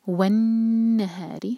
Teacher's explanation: والنهار نون پر غنہ، را کے نیچے کسرہ تو را باریک